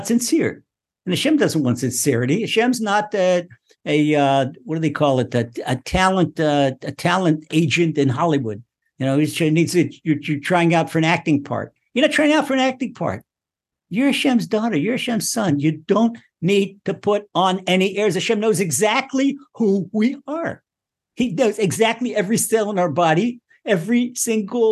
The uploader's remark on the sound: Recorded via TORCHzoom.